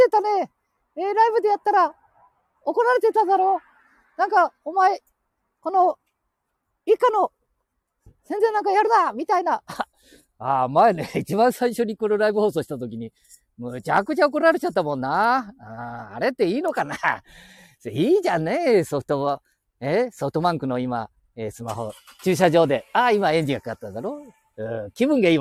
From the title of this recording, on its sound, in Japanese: 街さんぽ LIVE